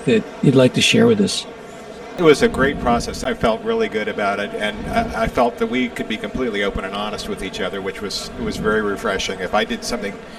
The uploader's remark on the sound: Recorded at the 2023 Northeast Astro Forum